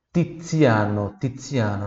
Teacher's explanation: Vamos a, a, a, os exemplos de pronúncia sorda da letra Z, né? A pronúncia sorda ela tem esse som de TS